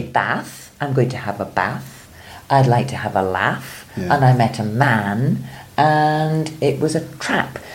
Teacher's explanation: So, in fact, that A sound is all the same in Scotland.